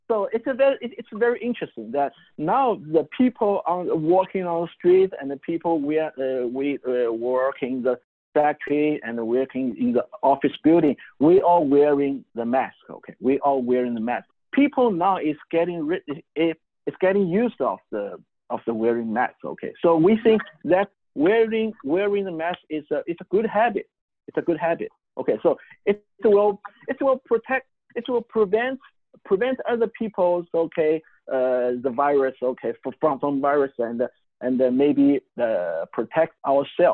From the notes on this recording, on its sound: Called in live from Shanghai, China. Called in live from Shanghai, China.